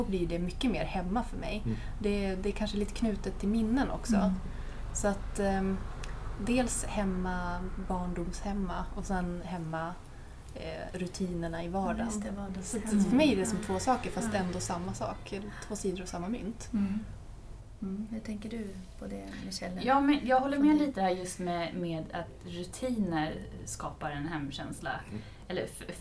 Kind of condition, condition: fault, sounds in the background